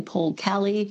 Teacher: Melbournians pronounce some E's as A's, as in Paul Kelly, Melbourne